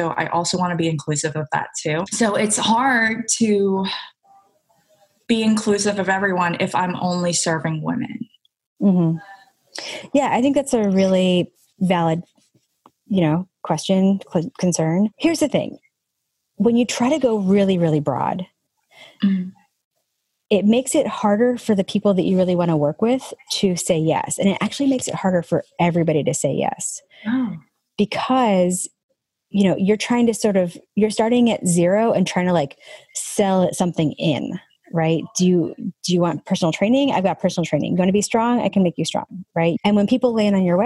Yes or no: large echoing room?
no